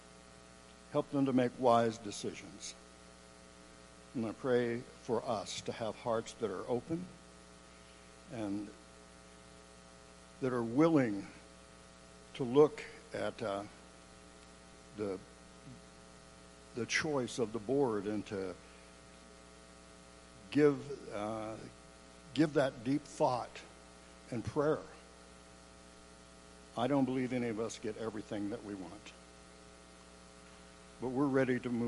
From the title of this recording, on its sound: Woodland Life Church Live